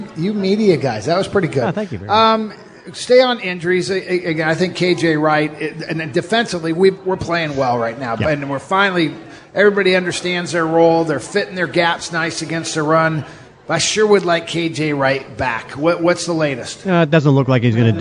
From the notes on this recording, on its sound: sit down live at Pearl Seafood and Oyster bar in Lincoln Square